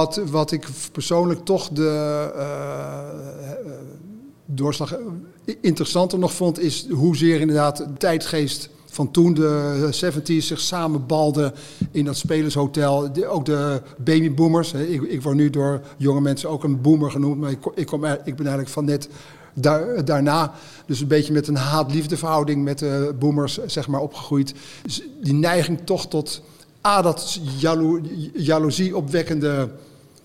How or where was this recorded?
busy venue